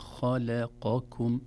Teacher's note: كلمة خلقكم، لو تلاحظون أحبتي، الخاء حرف مفخم، خاء لا نقول خاء، ثم اللام حرف مرقق، لا نقول خلقكم نقول خلقكم، إذن تفخيم الخاء، ترقيق اللام، ثم تفخيم القاف، ثم ترقيق الكاف. تحتاج إلى عناية، كلما تجاورت الحروف واختلفت صفاتها تحتاج إلى عناية.